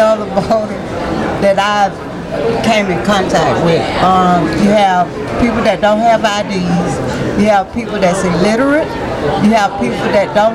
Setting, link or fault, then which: setting, busy venue